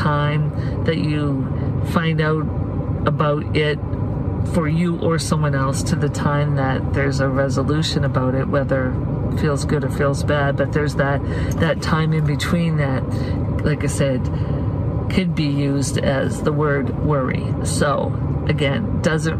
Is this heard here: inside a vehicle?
yes